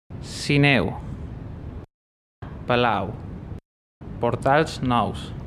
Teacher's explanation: Och AU som i Palau, det blir ju AU, AU. Men OU som i Portals Naus, det blir AO, AU.